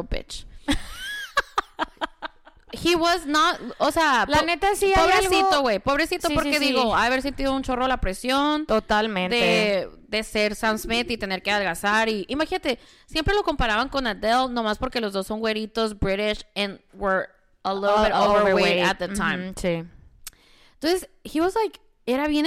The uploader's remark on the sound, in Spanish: Regresamos con un episodio muy especial grabado en vivo con audiencia en our new favorite tea house, Zanati!